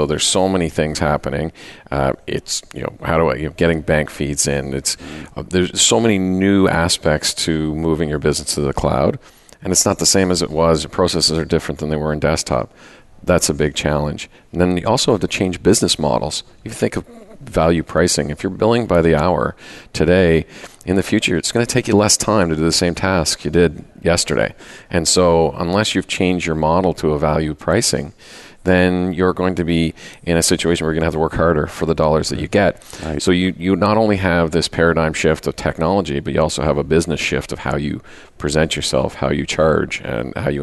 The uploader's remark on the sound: Live Broadcast at the The IPBC IGNITE Conference.